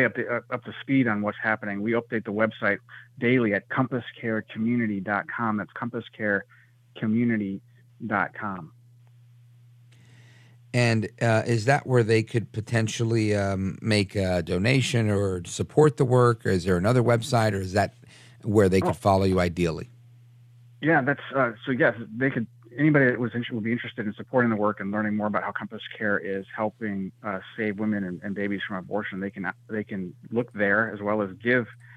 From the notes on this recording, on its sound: Your calls in open phones across America.